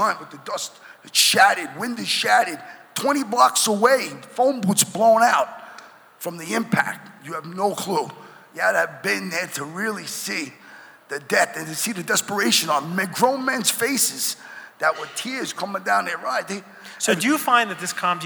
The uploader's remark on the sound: Live from the International Church of Cannabis.